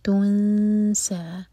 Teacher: اور سین پر سیٹی والی آواز